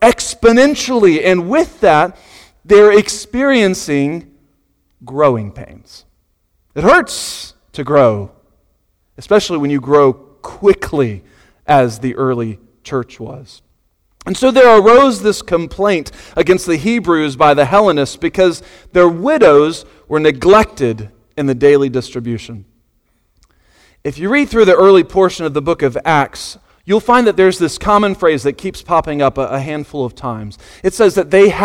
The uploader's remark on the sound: Sunday Morning Sermon Audio